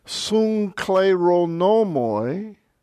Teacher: Remember the rule when gamma and kappa come together? It's an NK sound. The gamma sounds like an N.